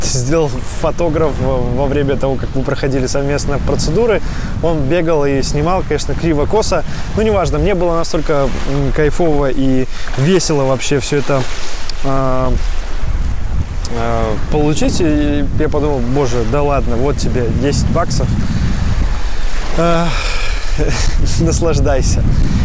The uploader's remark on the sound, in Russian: Этот выпуск я записал находясь по колено в Красном море. В Египте, в Хургаде, в отеле Титаник Роял.